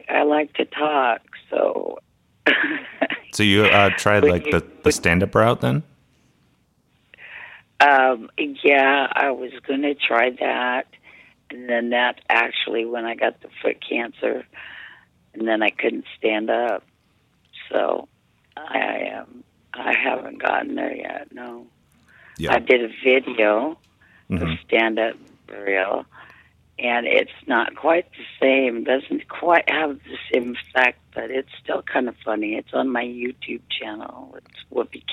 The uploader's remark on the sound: Our first ever call-in episode